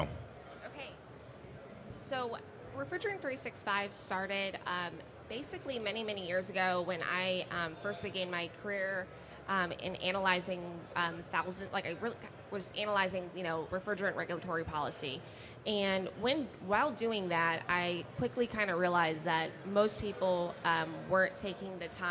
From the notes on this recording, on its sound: Our Refrigerant Briefing for Winter 2023 event took place at the 2023 AHR Expo live from the Podcast Pavilion at the Georgia World Congress Center.